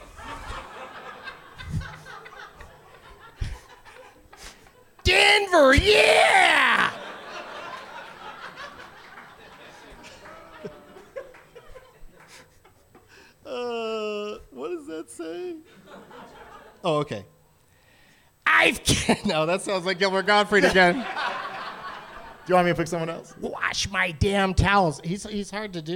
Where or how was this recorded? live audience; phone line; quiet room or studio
live audience